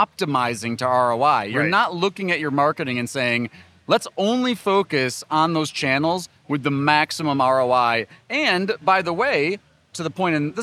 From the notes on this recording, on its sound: Live from Clio Cloud Conference